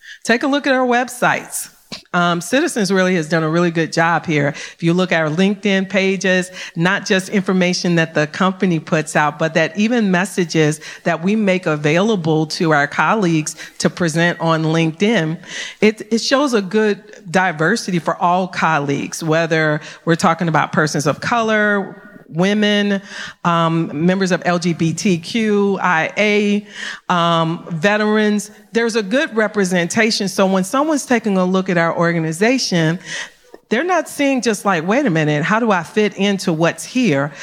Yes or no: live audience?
yes